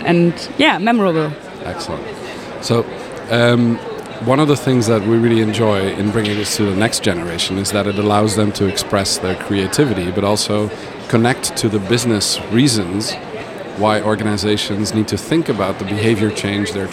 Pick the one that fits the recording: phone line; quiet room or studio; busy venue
busy venue